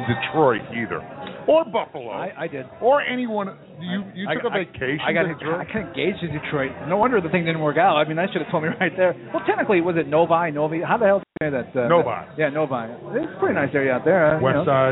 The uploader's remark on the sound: Live from Wrigley Field Bar and Grill